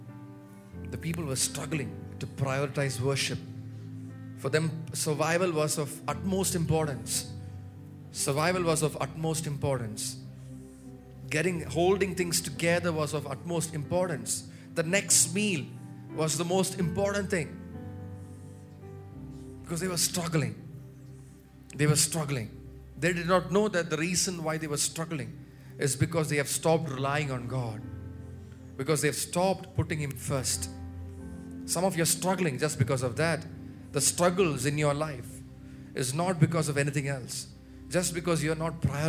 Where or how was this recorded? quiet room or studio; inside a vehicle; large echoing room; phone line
large echoing room